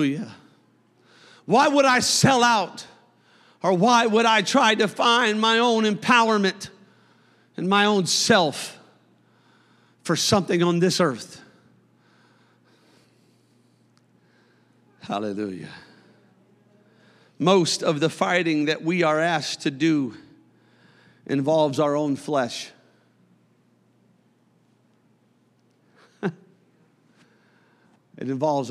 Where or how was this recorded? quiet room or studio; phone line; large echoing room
large echoing room